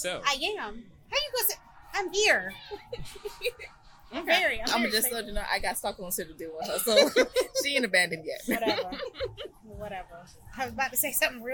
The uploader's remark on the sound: brought to you live from the MPN Podcast Stage